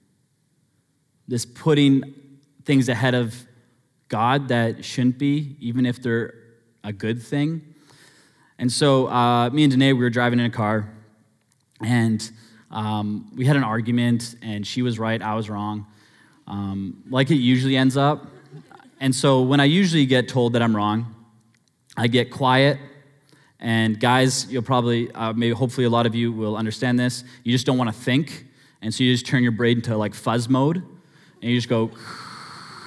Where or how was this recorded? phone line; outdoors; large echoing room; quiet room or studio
large echoing room